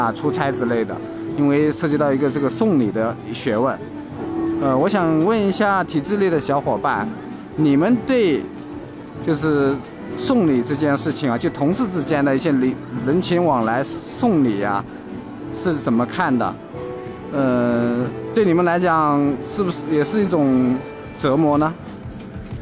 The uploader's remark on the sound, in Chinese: 到上海参加了一个喜马拉雅的播客线下市集活动，所以抓紧机会展开了我们节目第一次街头采访。可能因为录制的时候路人不用加微信，也不需要报姓名。